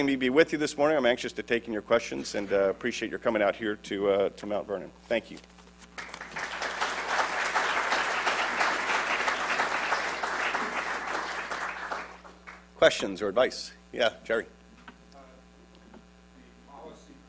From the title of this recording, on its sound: At The Ripon Society's Legislative Directors Symposium on February 4, 2011